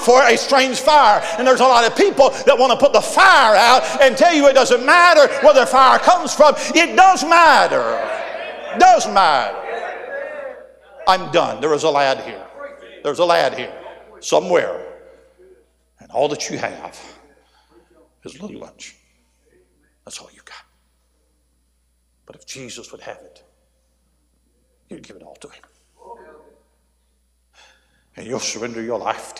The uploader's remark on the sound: A sermon preached Thursday Evening during our Spring Jubilee, on March 30, 2023.